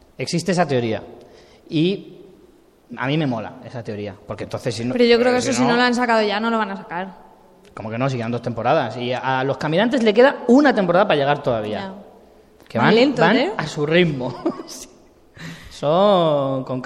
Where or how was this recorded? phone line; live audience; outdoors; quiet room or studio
live audience